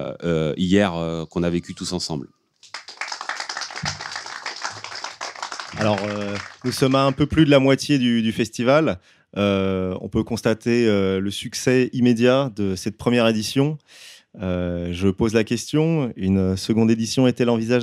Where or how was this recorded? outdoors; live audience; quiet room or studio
live audience